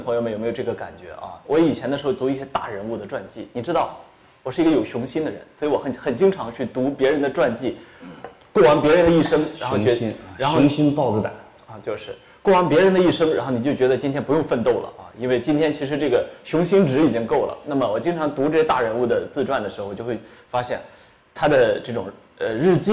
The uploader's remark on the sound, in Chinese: 线下活动录音